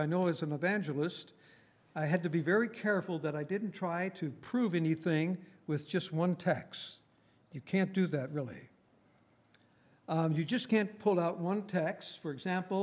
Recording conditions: large echoing room